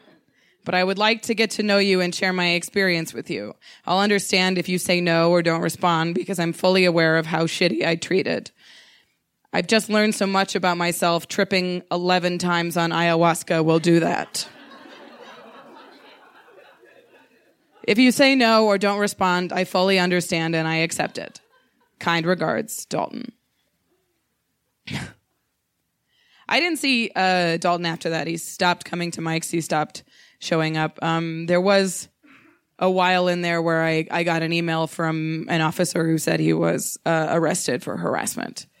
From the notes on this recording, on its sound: She told this story in front of a live audience at Buntport Theater.